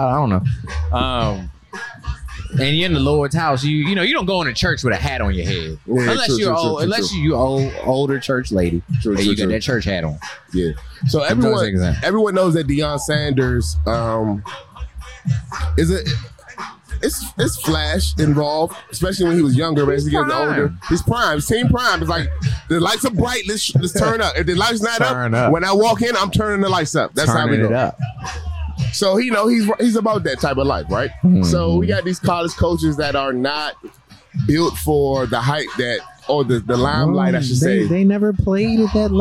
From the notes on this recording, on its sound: We took the LAID Podcast on the road to the DJ Sound Off battle